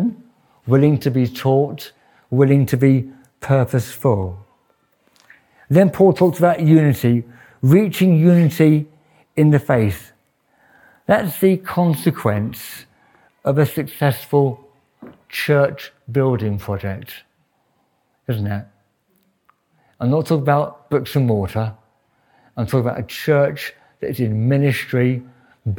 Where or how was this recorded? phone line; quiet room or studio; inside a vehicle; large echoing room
large echoing room